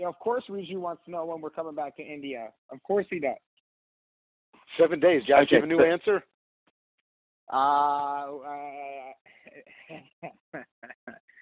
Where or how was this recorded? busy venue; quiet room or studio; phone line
phone line